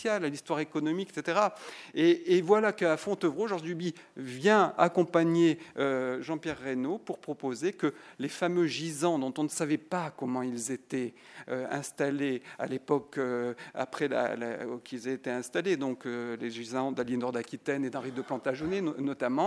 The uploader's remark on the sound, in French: Intervention enregistrée le 07 octobre 2010 dans le cadre du colloque « Exposer l’art contemporain dans les monuments historiques ».